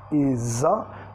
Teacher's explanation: el is, sonido Z al final, is a, vinculando al sonido schwa